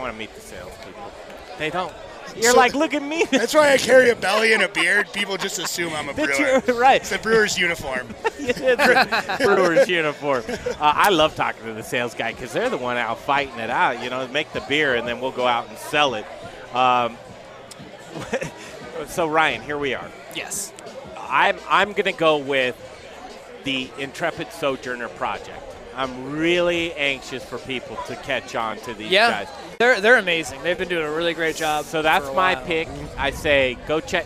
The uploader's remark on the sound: The Modern Drinker Show Live from Tap 14 downtown!